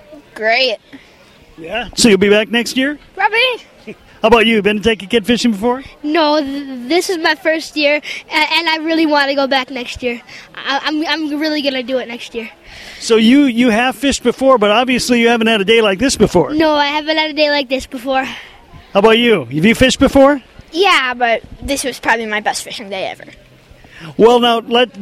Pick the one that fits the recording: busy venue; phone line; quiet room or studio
busy venue